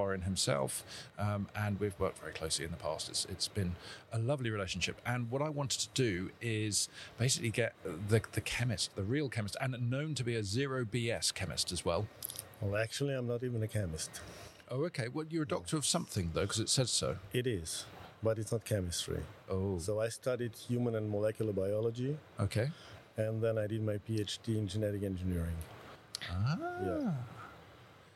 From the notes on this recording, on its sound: in a special podcast recorded in Frankfurt at Automechanika 2022